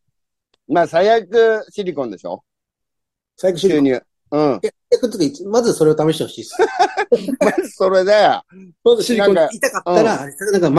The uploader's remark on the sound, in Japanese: ZOOMで収録